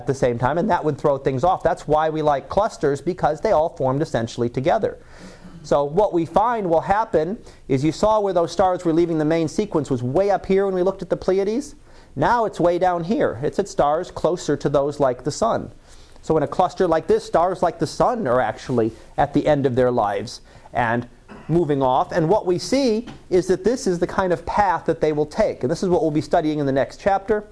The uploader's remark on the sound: Live Class Lecture